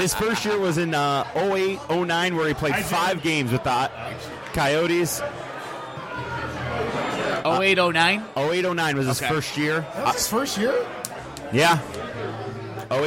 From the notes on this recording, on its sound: Live from Old Shillelagh.